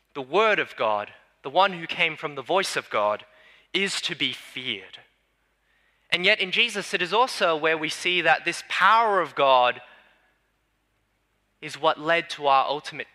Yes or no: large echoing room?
yes